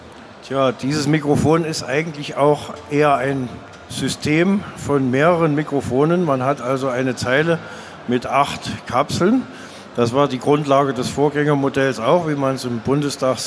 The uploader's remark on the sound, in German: Live Diskussionsrunde von der Studioszene 2019. Während der Studioszene 2019 in einer hochkarätigen Runde von Mikrofonspezialisten.